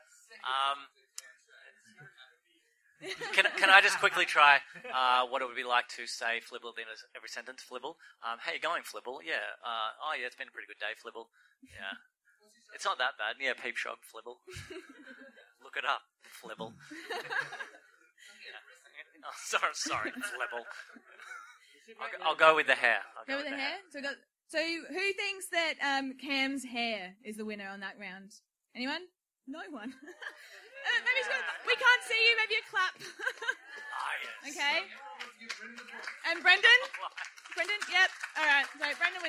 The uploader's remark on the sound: Live at the Adelaide Fringe. Our first Live Episode of Adelaides Hungriest podcast. (Recorded at midnight). Filmed at the 2018 Adelaide Fringe.